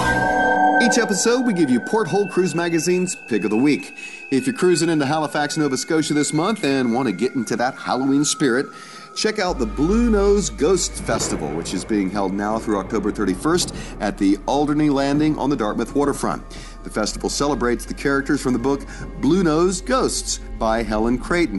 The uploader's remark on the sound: Live Broadcast Aboard Royal Caribbean's Allure of the Seas. Hear passenger reviews and the CEO of Royal Caribbean.